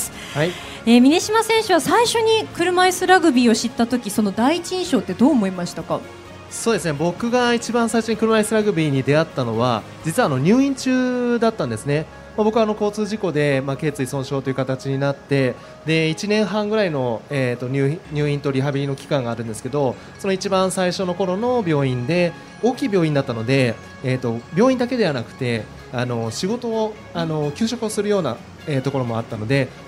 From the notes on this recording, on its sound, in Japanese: 8月20日に東京・駒沢オリンピック公園中央広場で行われました当番組の公開収録の模様です。